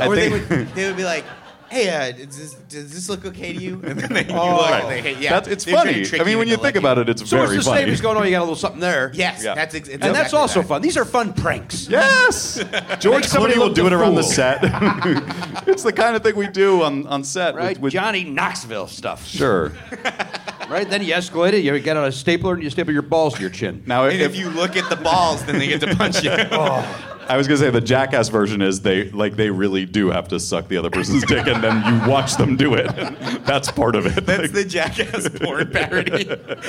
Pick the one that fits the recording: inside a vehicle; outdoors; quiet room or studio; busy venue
busy venue